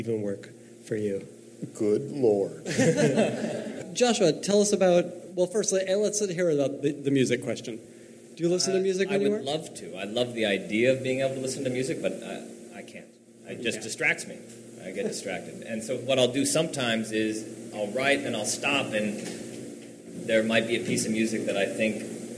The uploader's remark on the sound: Live from San Francisco!